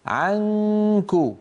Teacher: عنك ولا تقول عنك، هذا الصوت لا يصح، انتبهت؟ اذهب إلى الكاف مباشرة وبالتالي ينقفل الفم ويصير الصوت كله من الأنف · Term: إخفاء النون